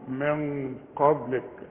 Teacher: أنزل من قبلك الغنة تخينة علشان القاف، لأن الغنة بتتبع الحرف اللي بعدها، اللي بعدها حرف مفخم